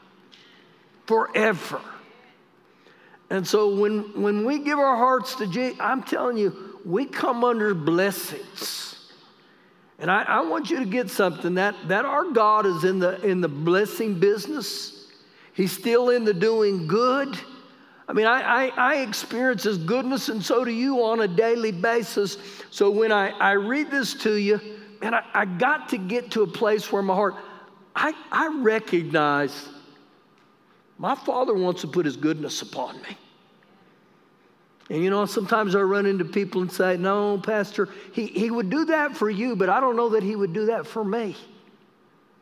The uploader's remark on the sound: Recorded live during our Wednesday night service.